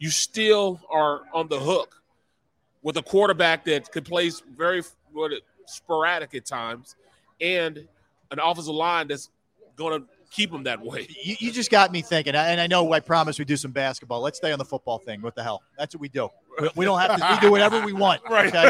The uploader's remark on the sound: Philadelphia: Live From Ocean Casino Resort for the Grand Opening of The Gallery!